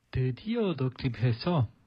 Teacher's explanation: I can hear you pronouncing the 기억 there on 독